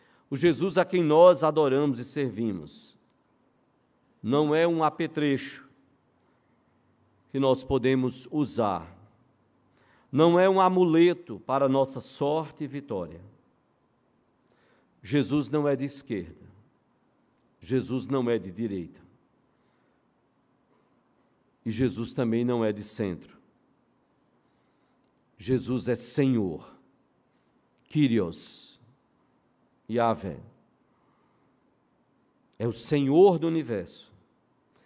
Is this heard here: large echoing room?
yes